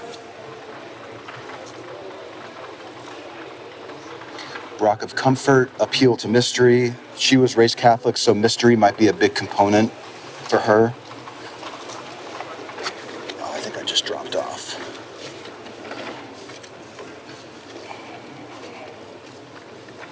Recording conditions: background noise